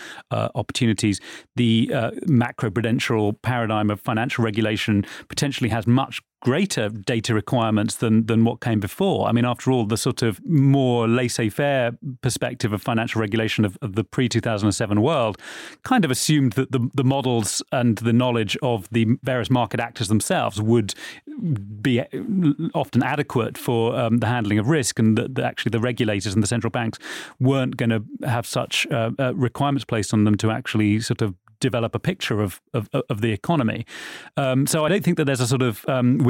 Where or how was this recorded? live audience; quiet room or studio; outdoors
quiet room or studio